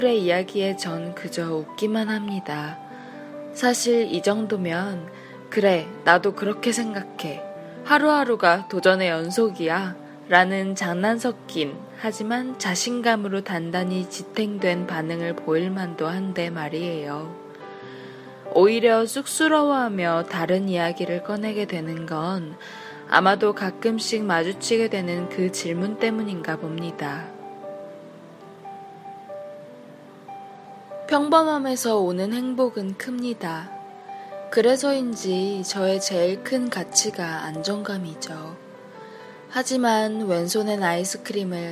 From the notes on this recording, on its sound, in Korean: 녹음 환경이 어지러워서 잡음이 많이 섞여 들어갔어요.